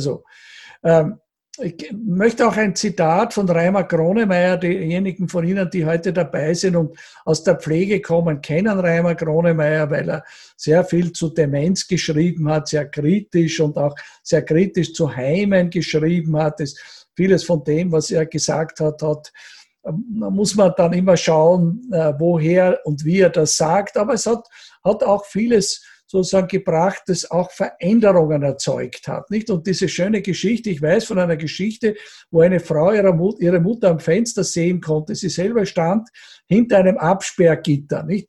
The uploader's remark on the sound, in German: Bei diesem Vortrag handelt es sich um einen Auszug aus dem Online-Salongespräch. Bei diesem Vortrag handelt es sich um einen Auszug aus dem Online-Salongespräch der Generation plus OÖ.